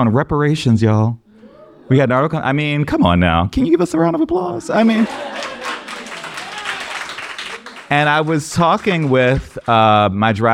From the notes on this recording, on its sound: LIVE in New Orleans at Essence Fest! We journey down to New Orleans during Essence Fest for Bridgespan’s very first live episode recording.